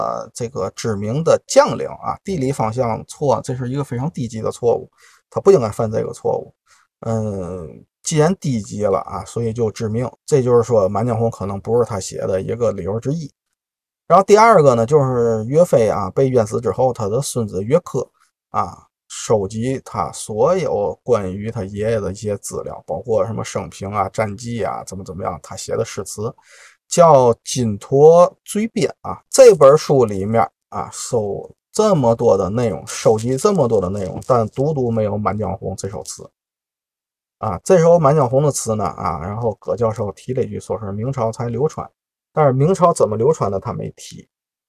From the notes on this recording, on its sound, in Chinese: 本期录音在车里录的，效果略有瑕疵，各位包涵。